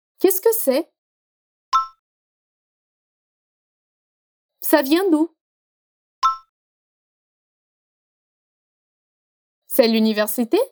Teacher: A entonação vai subir como em português.